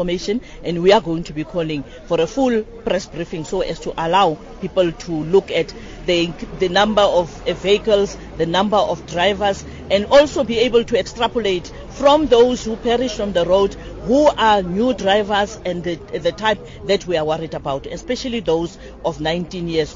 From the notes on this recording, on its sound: speaking to the SABC at the Capricorn toll plaza outside Polokwane in Limpopo